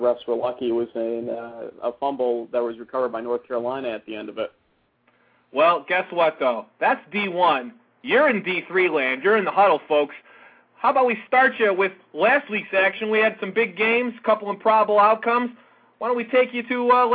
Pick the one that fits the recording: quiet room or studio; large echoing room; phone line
phone line